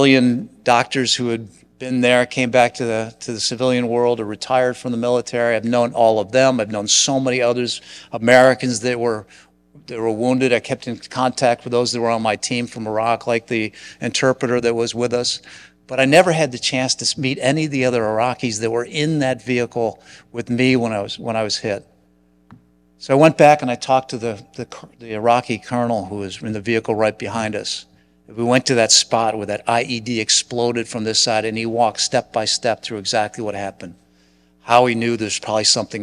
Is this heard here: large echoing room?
yes